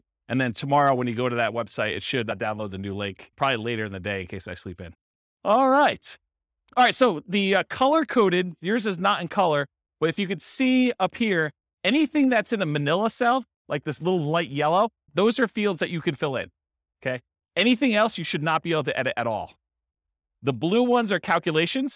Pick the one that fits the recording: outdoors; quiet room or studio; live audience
live audience